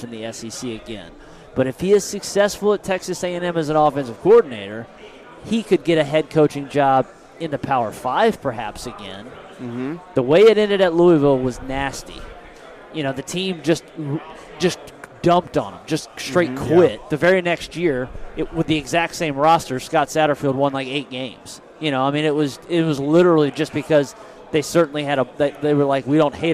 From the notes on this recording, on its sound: We hit on a ton of SEC topics during a live interview at 2023 SEC Media Days.